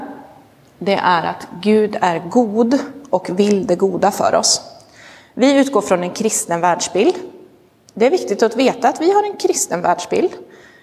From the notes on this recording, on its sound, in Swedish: Inspelad i Roseniuskyrkan